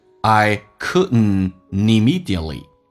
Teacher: couldn't, didn't 都可以这样。所以你看一下 couldn't 气流阻塞一下。第二个是 immediately，那个 T 是不发音的，因为 T 跟 R 我们刚刚有讲过 T 是不发音。那么同时这边还有个连音 NT ND 结尾， D 跟 T 可以不发音，用前面的 N 跟后面的元音形成个连音